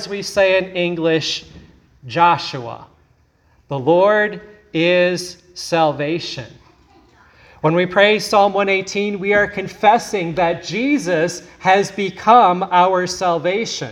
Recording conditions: large echoing room